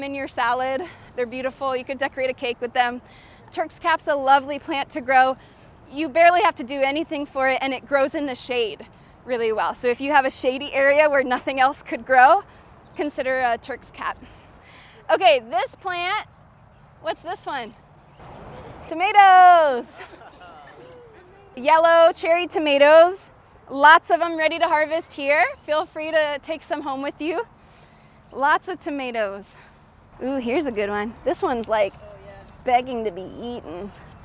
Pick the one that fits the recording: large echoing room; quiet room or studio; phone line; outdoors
outdoors